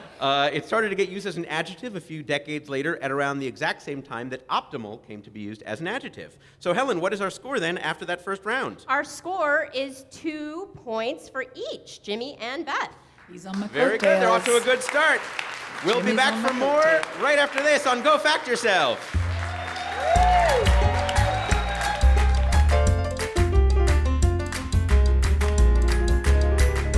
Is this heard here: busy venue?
yes